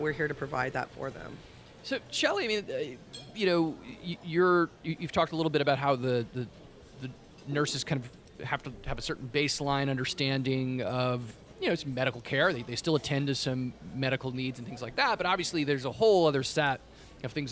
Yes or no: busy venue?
yes